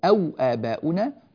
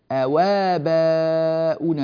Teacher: فنقل حركة الهمزة إلى الواو فصارت الواو مفتوحة ثم حذف الهمزة · Shown in: second take · فبدلا من أن يقرأ أو آباؤنا نقل فقرأ أواباؤنا الأولون، أواباؤنا أوا، جيد.